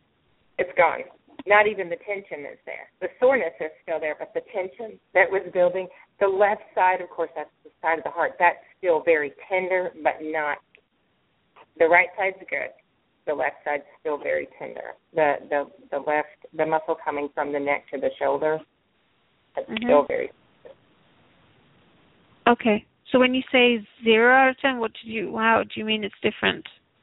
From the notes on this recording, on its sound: Takes your calls for healing live today!